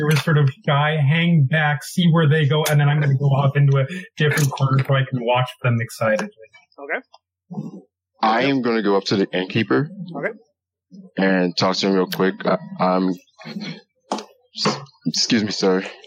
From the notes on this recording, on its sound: We apologize for the poor audio quality.